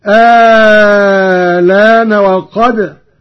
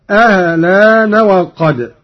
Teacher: قوله تعالى: الآن وقد كنتم به تستعجلون. قرأ قالون بإبدال الهمزة الثانية مع المد الطويل · Shown in: first take · وهذا الوجه هو المقدم في الأداء وله تسهيلها مع القصر مع نقل اللام هكذا آلان وقد أهلان وقد.